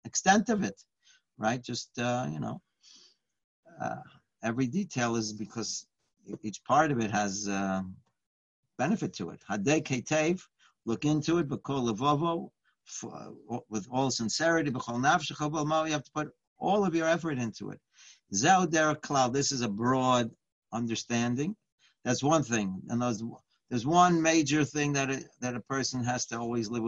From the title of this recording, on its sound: Live On Zoom